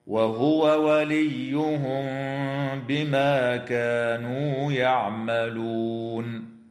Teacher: قوله تعالى: وهو وليهم بما كانوا يعملون، يجب إظهار الواو عند الواو من قوله تعالى وهو وليهم من قبيل المتماثلين الكبير، وتخفى الميم الساكنة مع الغنة عند الباء في قوله تعالى وليهم بما، وتنتهي الآية بالإجماع عند كلمة يعملون، والوقف عليها من قبيل الوقف التام.